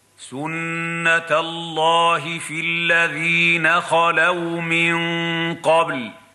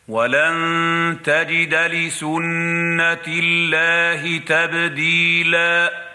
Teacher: نطقنا بداية الآية سنة الله بتفخيم اللام لأن ما قبلها مفتوحا · Shown in: first take